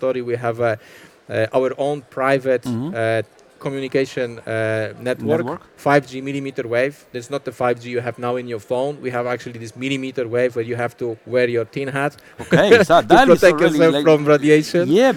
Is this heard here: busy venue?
yes